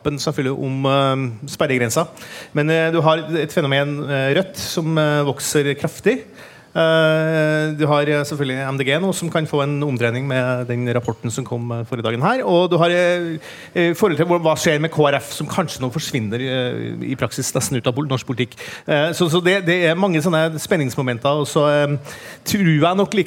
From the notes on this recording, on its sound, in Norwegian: Spilt inn med publikum på utestedet Bakgården i Oslo.